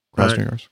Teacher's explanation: Ooh, you put a nice little rolled R on there that I didn't do.